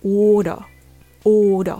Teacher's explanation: この発音の場合、ちょっとイギリス英語っぽいので R の音が消えています。ですから order という単語が order order っていう感じになっています。それで短く聞こえるということがあ